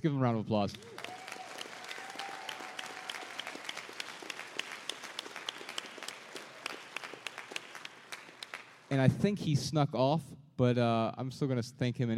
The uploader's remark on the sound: Answer questions in front of a sold-out crowd in Dallas.